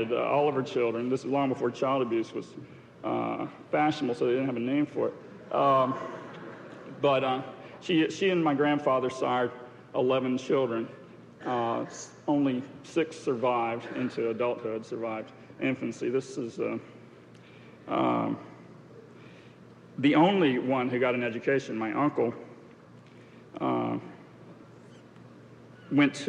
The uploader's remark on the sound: This podcast was recorded during the 1991 International Achievement Summit in New York City.